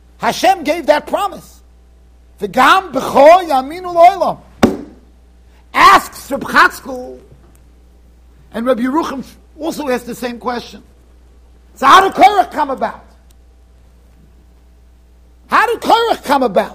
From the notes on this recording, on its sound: Shiur recorded in Yeshivas Ohr Reuven, Monsey NY.